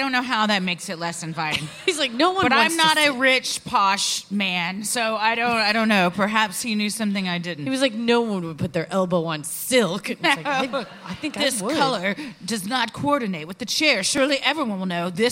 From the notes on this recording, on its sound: Recorded live at Theatre for Living Arts in Philadelphia, PA.